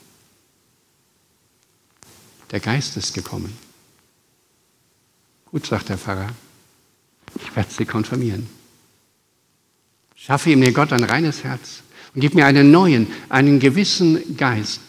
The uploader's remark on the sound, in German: Aufgezeichnet im Gottesdienst mit Abendmahl der Ev. Melanchthongemeinde Griesheim am 28.05.2023.